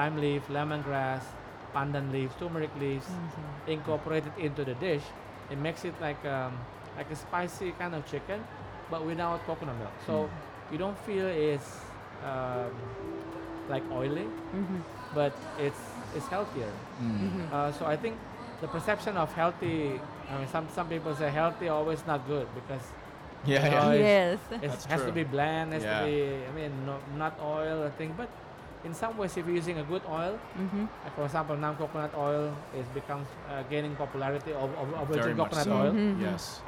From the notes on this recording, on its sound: Live interview from SIBF 2022